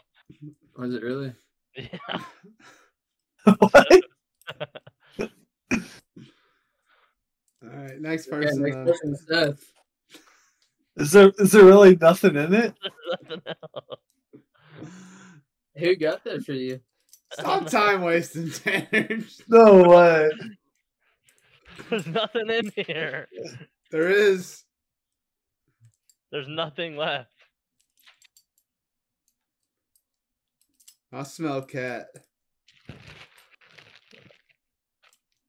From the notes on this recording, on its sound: Recorded very late and uploaded even later. Watch this on YT because just listening to the audio is probably horrible.